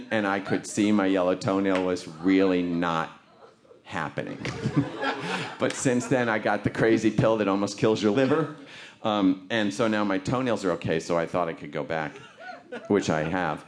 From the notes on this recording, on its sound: This piece was recorded at the Un-Cabaret, featuring great comedy writer-performers telling unusually honest stories in a stand-up setting.